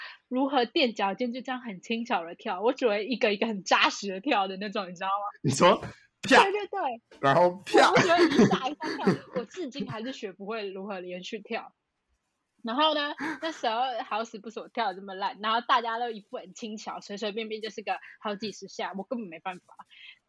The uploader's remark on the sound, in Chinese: 此篇因為太久沒錄音所以有點激動導致音有點爆